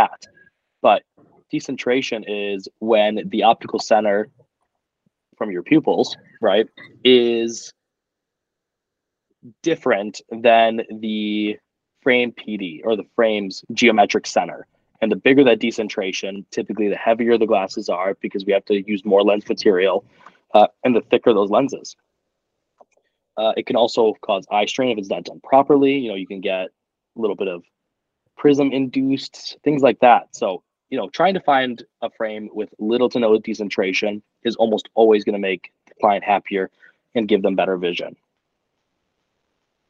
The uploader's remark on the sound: Recorded with Google Meet